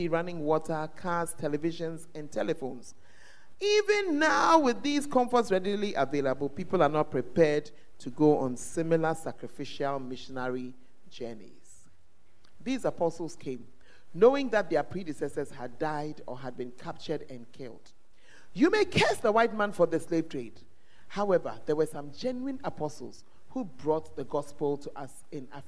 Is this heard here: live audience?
yes